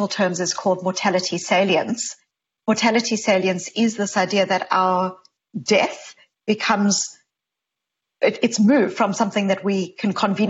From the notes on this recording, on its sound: This virtual conversation is part of the TED Connects series